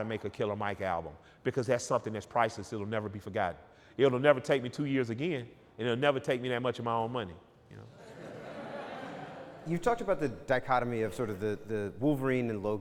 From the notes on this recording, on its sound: Sat down together in Atlanta in front of a live audience. The room was packed with fans sipping on Tres Generaciones Tequila.